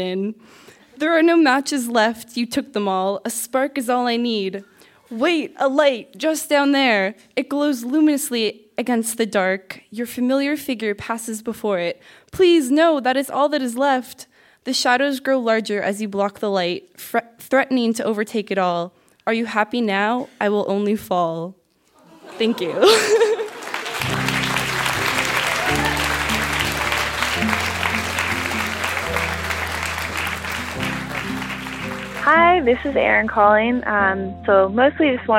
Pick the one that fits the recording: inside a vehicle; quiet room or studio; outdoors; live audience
live audience